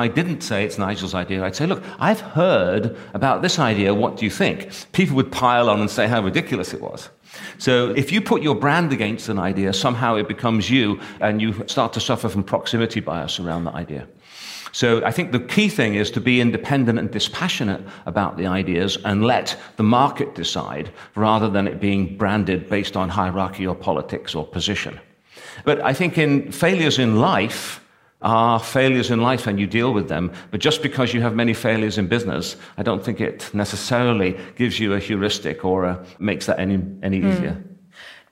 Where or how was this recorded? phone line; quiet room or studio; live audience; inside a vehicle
live audience